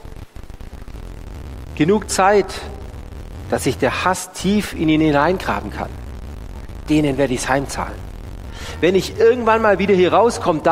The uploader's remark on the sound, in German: Die Predigt aus dem Gottesdienst